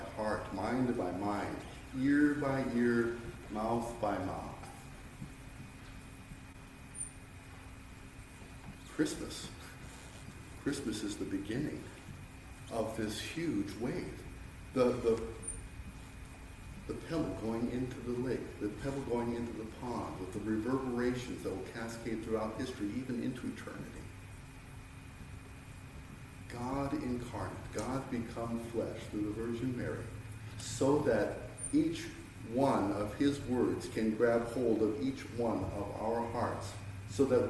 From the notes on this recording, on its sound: Sermon preached on 12-24-2023